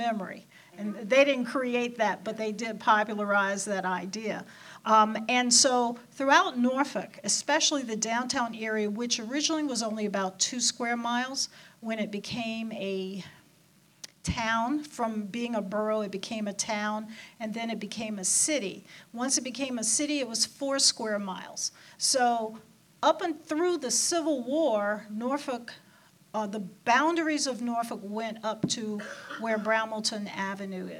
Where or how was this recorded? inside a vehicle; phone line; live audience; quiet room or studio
live audience